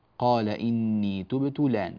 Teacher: هي همزة آن، انتقلت حركتها إلى اللام · Term: نقل